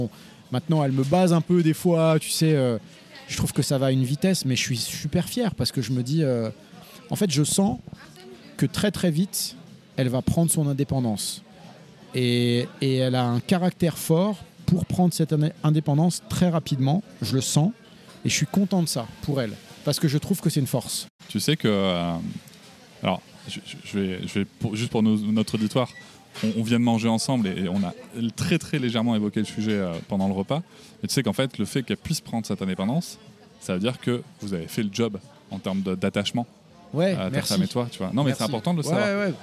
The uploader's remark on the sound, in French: Nous nous retrouvons plus tard au début de l'été au restaurant Le comptoir de l'arc où nous allons déjeuner et enregistrer.